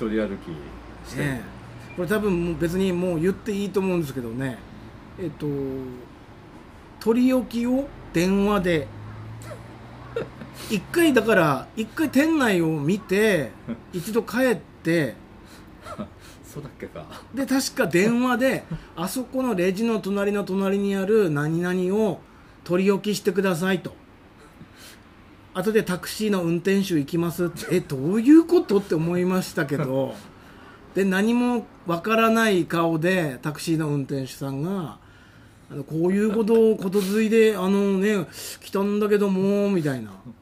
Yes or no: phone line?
no